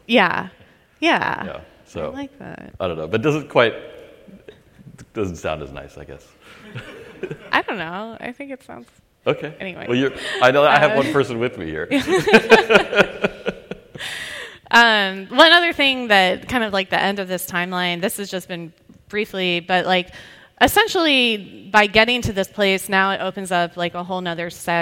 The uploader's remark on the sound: Was recorded in front of a live audience at RStudio::conf 2020.